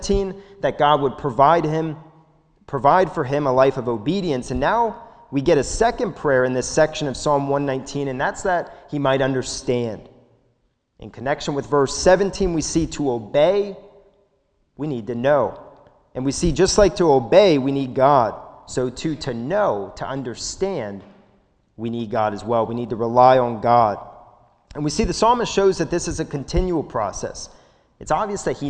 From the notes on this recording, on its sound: This sermon was recorded at the Lebanon Bible Fellowship Church in Lebanon, PA during the evening service on 6/13/2021